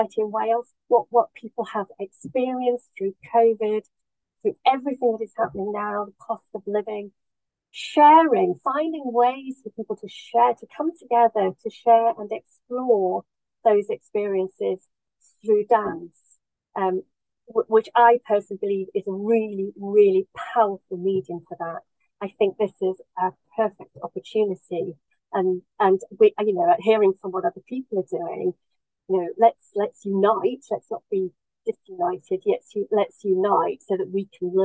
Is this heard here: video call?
yes